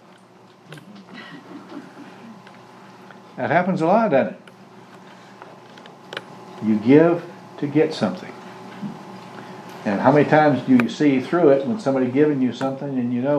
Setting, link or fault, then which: setting, large echoing room